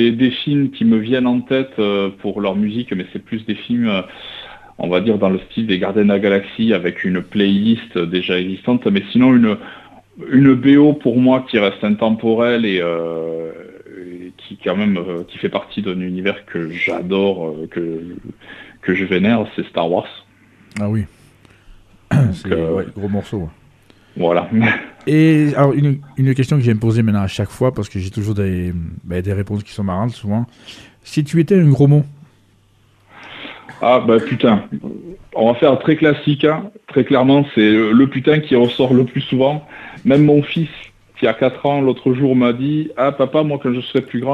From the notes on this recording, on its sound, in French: Reçoit par téléphone le dessinateur.